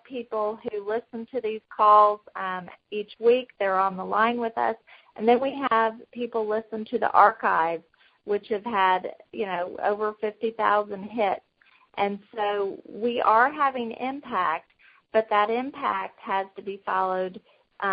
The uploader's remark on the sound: Women On the Wall Conference Call.